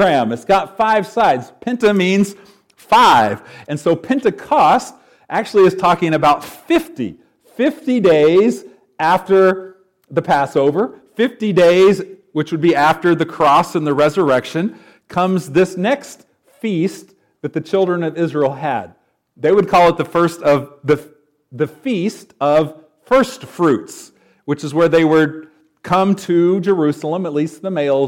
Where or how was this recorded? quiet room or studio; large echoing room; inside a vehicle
large echoing room